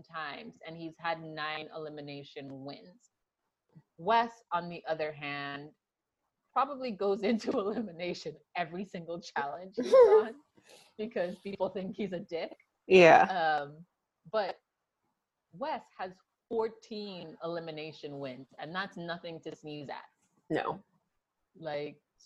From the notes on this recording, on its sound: You'll only hear about a quarter of it though because technical difficulties abound!